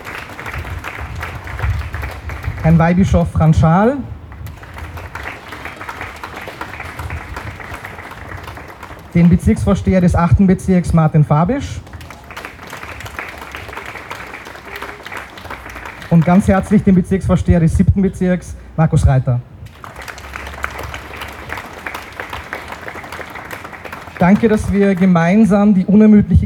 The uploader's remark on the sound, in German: August am Ceija-Stojka-Platz in Wien 7 der 500.000 von Nazis ermordeten Rom*nja und Sinti*zze. Ungeschnittene Aufnahme der Reden auf der Gedenkveranstaltung. (Aus urheberrechtlichen Gründen ohne Musik.)